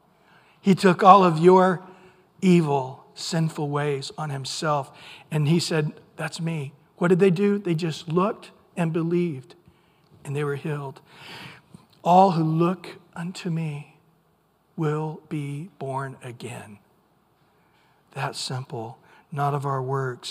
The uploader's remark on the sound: Recorded at Calvary Chapel of Los Alamitos